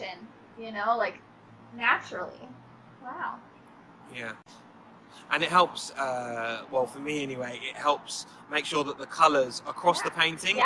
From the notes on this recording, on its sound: You’re going to hear a little background noise in this episode so please excuse that. We recorded this mid-day at 2:00pm UK time, which was 8:00am central Midwest. Take a break from filming to hop on this interview.